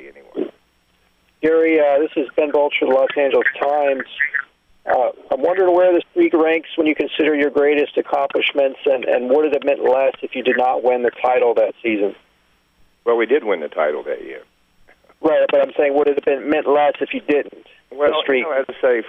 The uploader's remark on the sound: Conference Call (3/21/13)